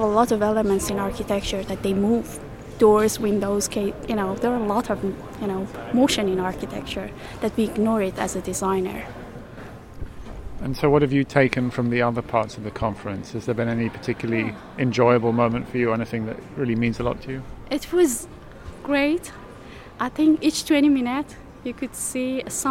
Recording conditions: busy venue